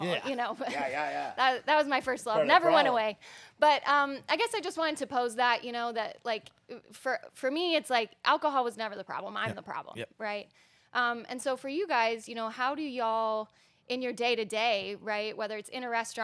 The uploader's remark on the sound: The One Year Anniversary Live Podcast